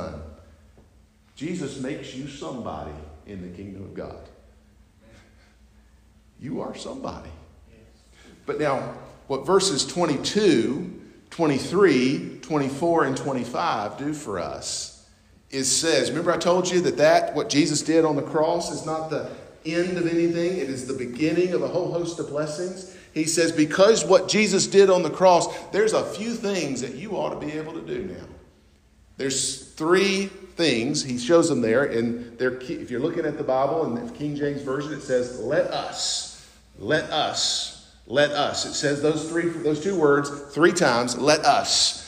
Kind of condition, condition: setting, large echoing room